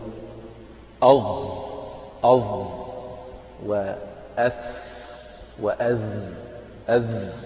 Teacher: طرف اللسان أو ظهر طرف اللسان يلامس أطراف الثنايا · Term: الظاء والثاء والذال